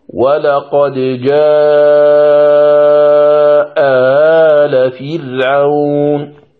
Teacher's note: نقرأ بتحقيق همزة جاء وتسهيل همزة آل، فيقول القارئ هكذا: ولقد جاء آل فرعون، بالتسهيل.